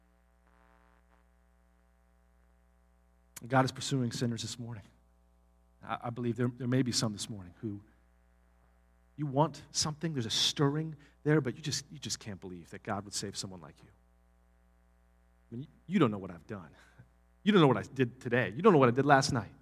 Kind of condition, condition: setting, large echoing room